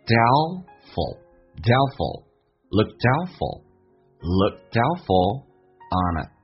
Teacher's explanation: 那么 Doubtful 那个 T 是可以不用发音的，当两个辅音在一起，那个 F-U-L 发 ful，但是那个 a 也可以不用发音，在美式发音当中，因为被 L 所吸收了，就变成 doubtful onit， on 跟 it 有一个连音叫 onit，如果你看起来皱眉头，你向他皱眉头，看起来不是很确定， but if you frownThen look doubtful on it.